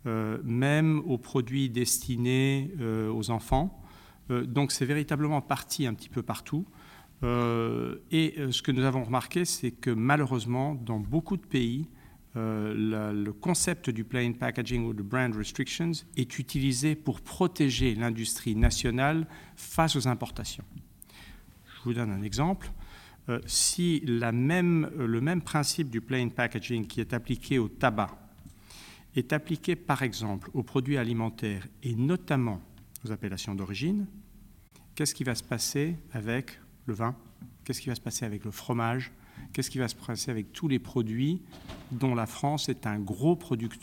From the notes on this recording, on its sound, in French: À l’occasion du Congrès annuel de l’INTA à Washington